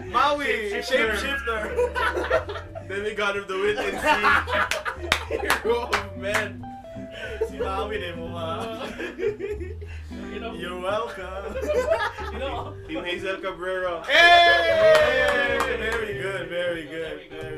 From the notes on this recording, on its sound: Podcast recorded at the Revere Flagship Store.